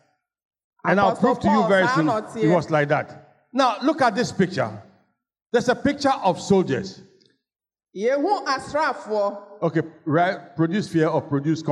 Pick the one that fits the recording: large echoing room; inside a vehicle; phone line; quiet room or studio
large echoing room